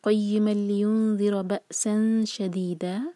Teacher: فتح کی تنوین پر جب بھی ہم رکیں تو ہم صرف دو حرکہ کھینچ کر رک جائیں گے